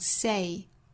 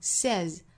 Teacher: say 原型本身是双元音，读成 say,它变成第三人称单数后面加了 s 呢，变成了单元音，读成 says 是读 a 的发音，那它再变成过去式呢,said,读成 said,依然是单元音，这一组是经常有同学会错的，一定要注意啊，原型是 say,然后变成第三人称单数是 says,再变成过去式是 said,一定不要读错了。The touch of your